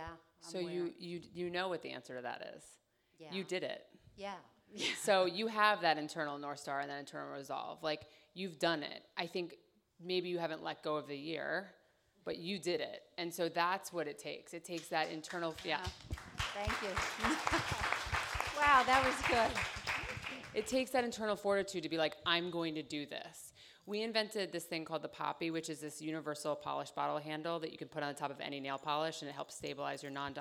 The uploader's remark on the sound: DENtalks LIVE Female Bosses Q&A. LIVE Audience Q&A portion from our DENtalks LIVE Female Bosses Panel!